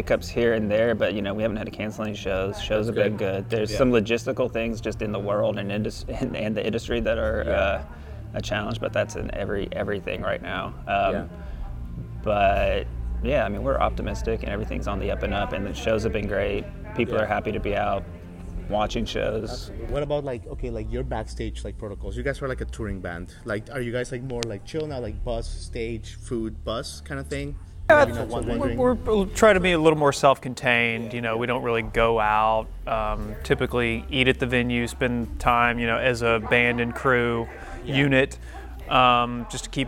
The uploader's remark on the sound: we come to you live from Memphis Tennessee, home of Memphofest Music Festival